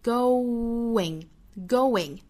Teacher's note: 元音加元音连读有三种情况哈，加 w 加 r 加 y，这个时候是加 w，所以是 goinggoing，不要读成 going 哈，应该是 going。 · Term: 元音元音连读